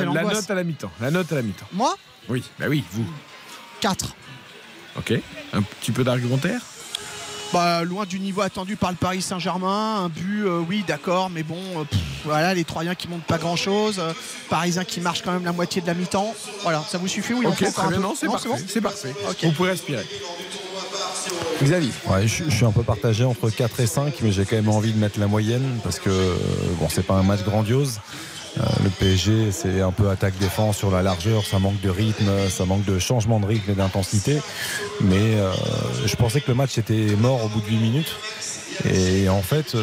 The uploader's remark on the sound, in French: en direct du stade de l'Aube